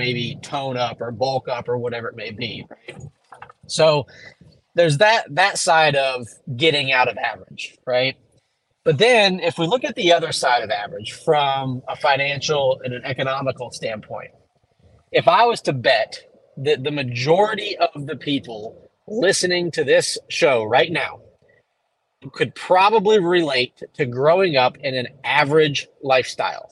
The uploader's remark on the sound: Took the chance and recorded in the truck for this one...excuse the audio/video quality!